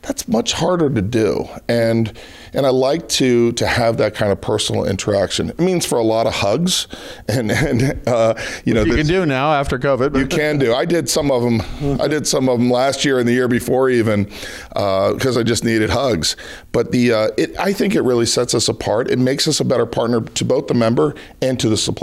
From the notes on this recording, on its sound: At the Signature Conference held in Las Vegas earlier this month.